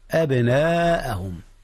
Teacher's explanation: أولا هنا قلقلة في الباء يا أستاذنا. أبناءهم، ثم بعد ذلك جاء المد المتصل يا أستاذنا، حيث الهمزة والألف في كلمة واحدة كلمة أبناء، يعرفونه.